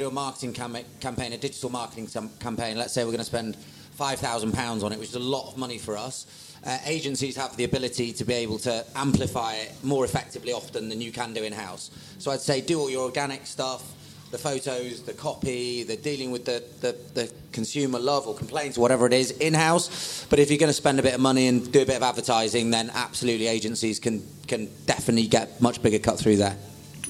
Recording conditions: live audience